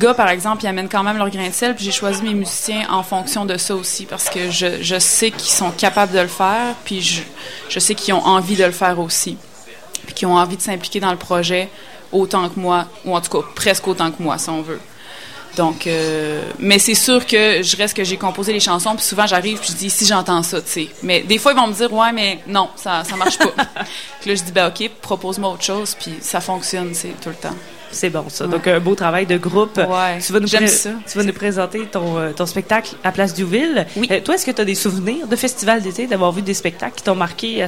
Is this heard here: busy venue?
yes